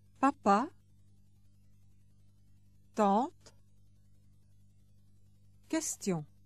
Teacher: The sounds p, t and k are softer than in English.